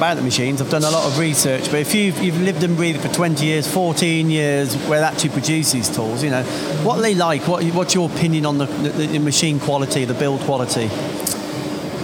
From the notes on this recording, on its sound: Recorded from the recent ROMI open house